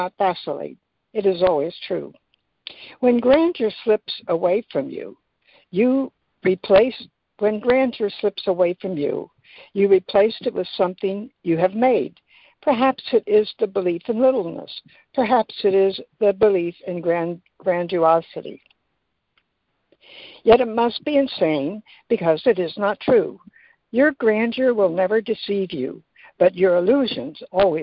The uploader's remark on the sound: ACIM Daily Conference Call